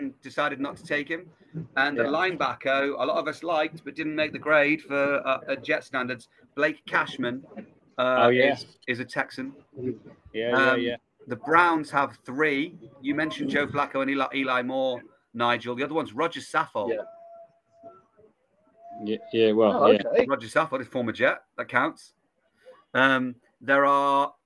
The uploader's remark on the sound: Live on the bus. Pls note there is background noise.